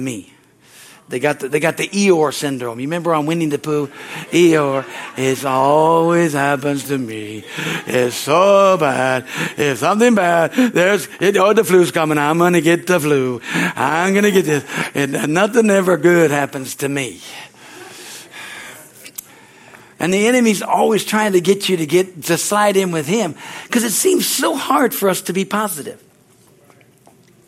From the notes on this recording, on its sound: from the Sunday service on April 30, 2023 at Harvest Bible Church in Stockton, CA.